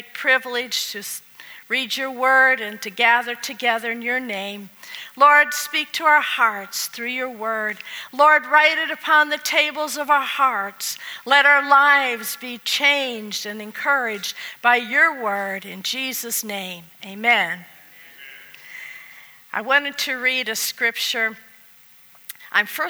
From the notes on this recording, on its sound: at the Fredericksburg Full Gospel Fellowship on March 15th, 2020.